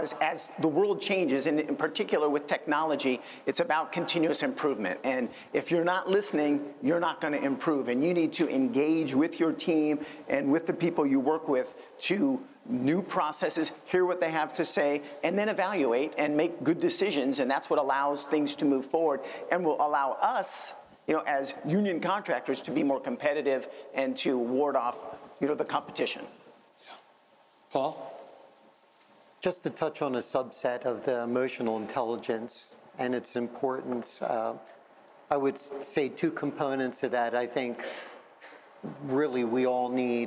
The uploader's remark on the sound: Live at IUPAT - Part 1. I was joined by six senior leaders in the finishing trades for a lively 90 minute conversation.